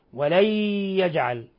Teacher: يوم القيامة، يوم القيامة ولن يجعل الله للكافرين على المؤمنين سبيلا. ولن يجعل، نون ساكنة جاء بعدها الياء إضغام بغنة، إضغام بغنة يغن مقدار حركتين